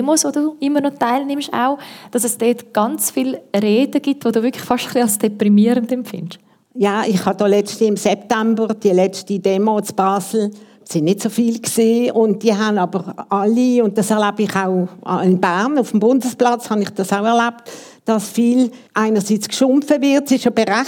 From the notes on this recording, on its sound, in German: Gespräch im Rahmen der Ausstellung «Natur. Und wir?» Live-Aufnahme im Stapferhaus vom 12.